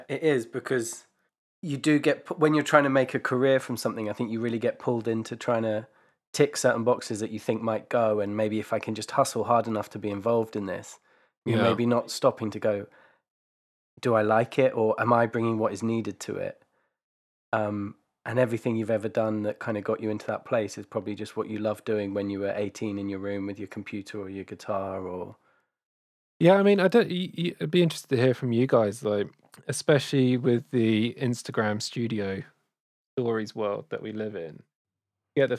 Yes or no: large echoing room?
no